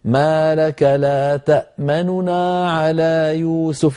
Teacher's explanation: ومن هنا جاء الأسلوب الثاني في نطق هذه الكلمة، وهو الروم أو يسمي العلماء الاختلاس، لأنه خفض الصوت في سرعة، نخفض صوتنا عند النون التي هي نون الإعراب تأمن، فيصير النطق هكذا، ما لك لا تأمننا على يوسف، يعني نخطف الحرف خطفا ونسرع عنده مع خفض لصوته قليلا